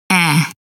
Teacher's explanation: To create the short E, the tongue drops just a little lower in the mouth than it did for the short I. Be careful, because even though it's lower than the short I, it isn't nearly as low as the short A.